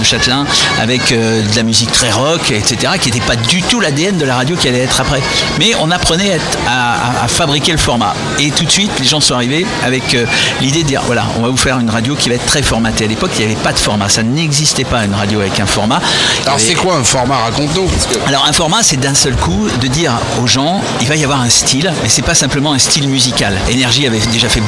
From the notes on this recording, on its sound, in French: Podcast En direct du Dock B à Pantin